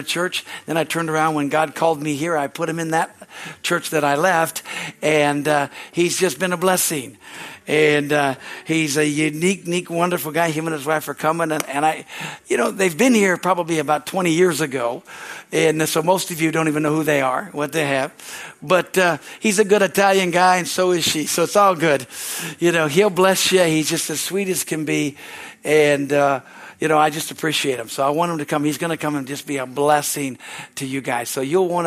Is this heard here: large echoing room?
yes